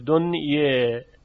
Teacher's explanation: کلمه الدنیا اگر یادتون باشه در روایت ورش تقلیل میشد، یعنی به جای اینکه الف با فتح گفته شود دنیا، یه مقداری خیلی کمی به طرف یا متمایل میشه. دنیه، البته دنیی نمیشه چون اماله تام نداریم در اینجا.